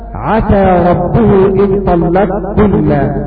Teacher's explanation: ندغم القاف في الكاف، وهذا الإدغام هو الأحق، لأن التأنيث والجمع أثقل هذه الكلمة، والإدغام يفيد التخفيف.